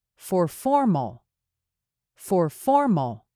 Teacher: the intonation for the word for should go down, whereas formal should go up since they sound so similar.